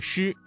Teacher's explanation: 要点是舌尖要翘起，靠近硬腭后部，形成狭窄的通道 · Term: 翘舌音